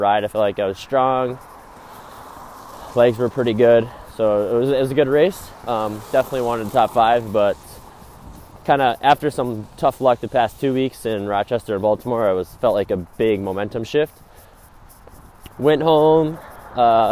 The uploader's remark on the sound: This was recorded while on a walk so note the brief headphone fuzz sound